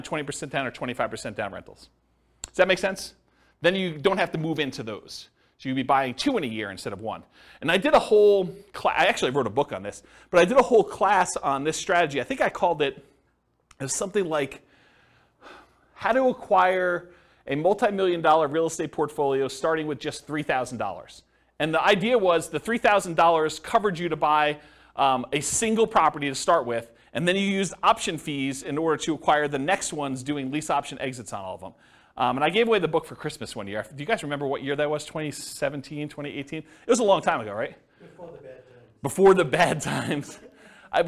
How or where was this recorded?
live audience